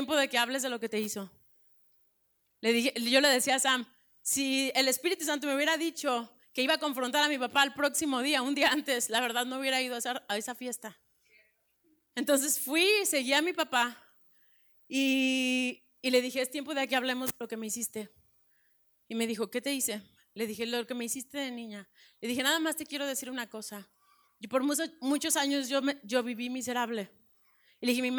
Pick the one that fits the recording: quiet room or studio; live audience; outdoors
live audience